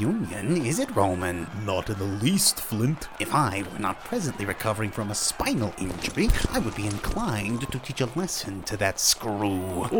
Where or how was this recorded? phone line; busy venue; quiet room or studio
busy venue